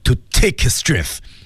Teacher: his 和 strength 之间要省略一个 s。所以才能连起来